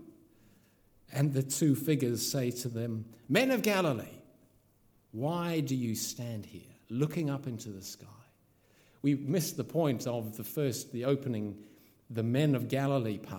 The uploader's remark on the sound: This sermon was originally preached at Holy Trinity Richmond on May 29th 2022.